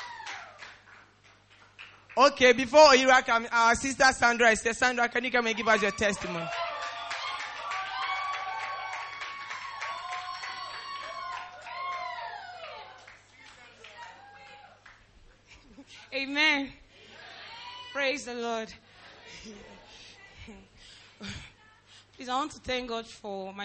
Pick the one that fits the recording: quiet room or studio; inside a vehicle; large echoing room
large echoing room